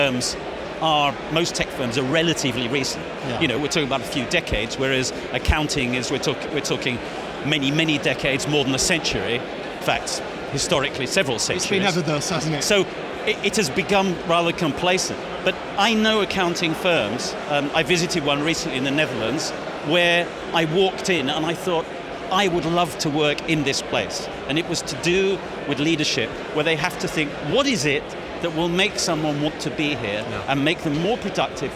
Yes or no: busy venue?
yes